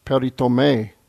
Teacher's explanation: Make sure you carry it all the way out to the end, as the last syllable has the accent